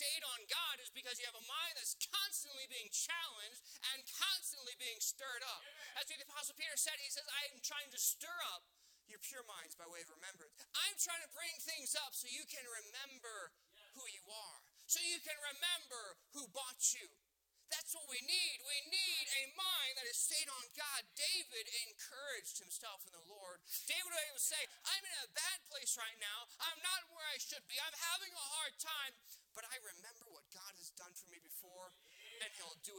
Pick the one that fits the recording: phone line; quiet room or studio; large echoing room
large echoing room